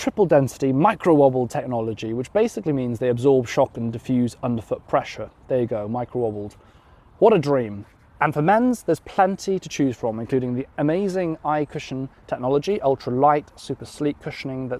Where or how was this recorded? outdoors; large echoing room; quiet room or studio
outdoors